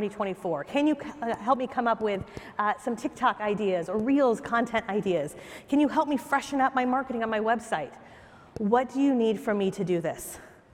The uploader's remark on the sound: takes the stage at Inman Connect Vegas 2023 (#ICLV)